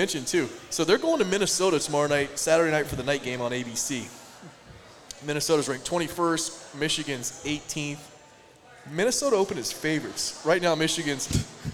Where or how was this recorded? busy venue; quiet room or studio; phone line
busy venue